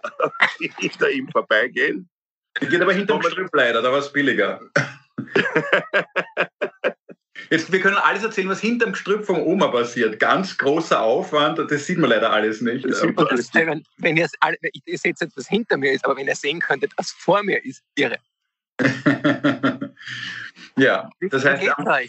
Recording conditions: video call